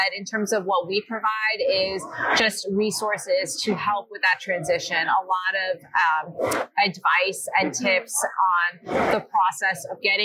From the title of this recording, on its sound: LIVE AT NAA